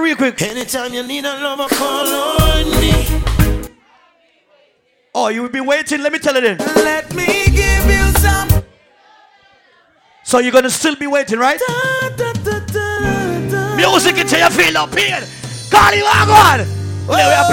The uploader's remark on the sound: PHOENIX LOUNGE FEVER SATURDAYS MARCH 9TH.2019 LIVE AUDIO. VIRGINIA BEACH.